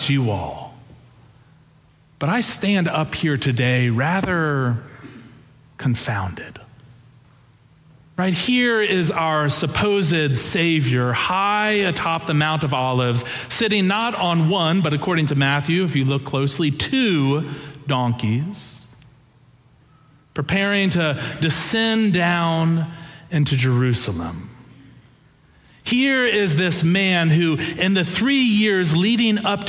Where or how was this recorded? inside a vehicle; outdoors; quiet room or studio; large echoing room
large echoing room